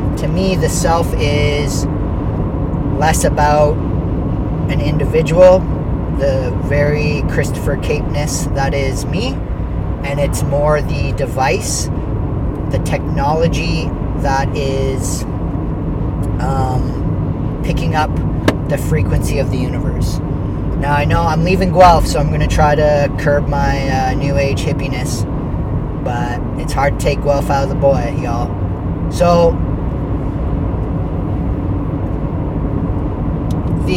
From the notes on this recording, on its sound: On the way to Chatham. First time recording while driving.